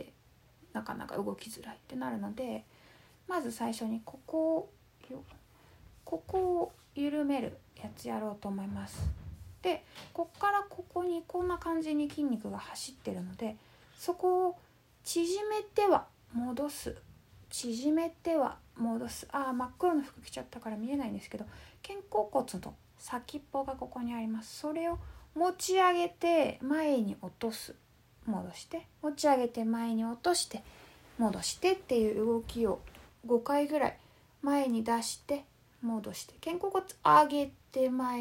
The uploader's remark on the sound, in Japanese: インスタライブの録音です。